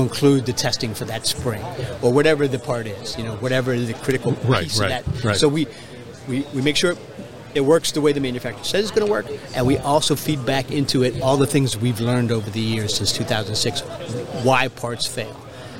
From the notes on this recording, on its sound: the Industrial Talk podcast at a conference in New Orleans